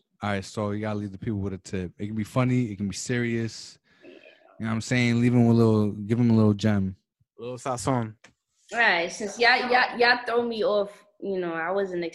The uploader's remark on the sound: The S2M Podcast Zoom edition.